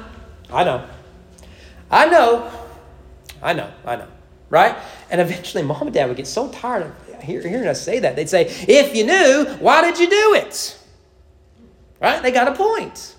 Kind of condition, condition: setting, large echoing room